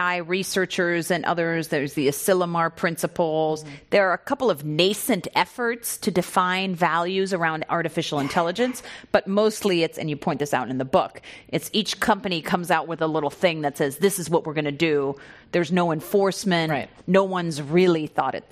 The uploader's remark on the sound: This program was recorded in front of a live audience at The Commonwealth Club in San Francisco on March 27th, 2019